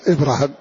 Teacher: ففتح الراء وفتح الهاء من غير ألف ولا ياء، إبراهام. وهناك من قال لغة أخرى: إبراهوم بالواو، إبراهوم أتى بألف ثم قال إبراهوم.